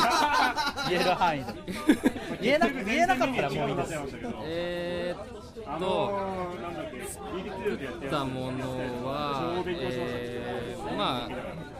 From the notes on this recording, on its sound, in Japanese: 公開収録しています